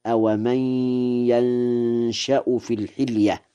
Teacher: بفتح الياء وإسكان النون وتخفيف الشين مع الإخفاء